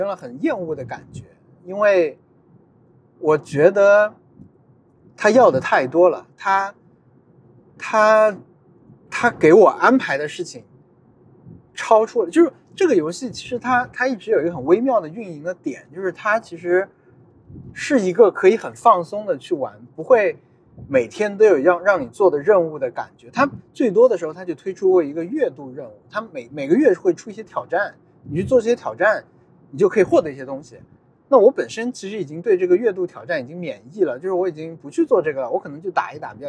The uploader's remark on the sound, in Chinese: 本期节目在车内录制，视听体验都不怎么样。踢球回家路上。